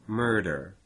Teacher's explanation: in stressing the mer part of it, you might also raise the position of the tongue slightly